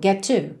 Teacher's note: get to, é claro que você liga num som só